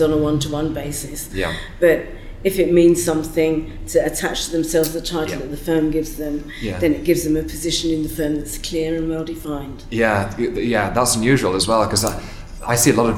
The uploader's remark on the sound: Set backstage at the Women in Law conference